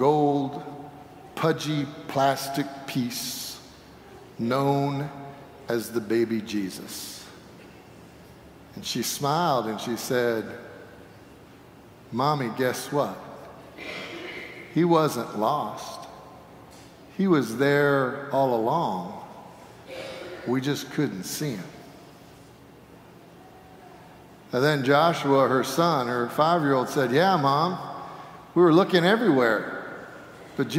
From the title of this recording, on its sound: Sanctuary Service